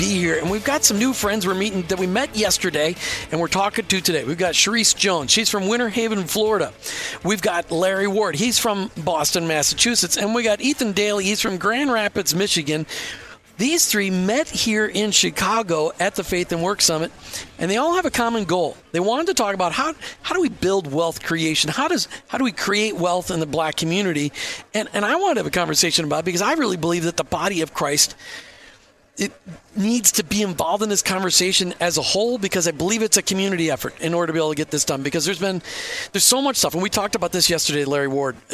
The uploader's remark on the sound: LIVE from Chicago at the Faith at Work Summit